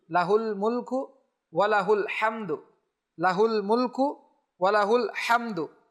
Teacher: যখন আমরা মিলে পড়বো তখন যেন আমরা এই হার মধ্যে হা উল্টা পেশ হু এখানে আমরা যেন টান না দেই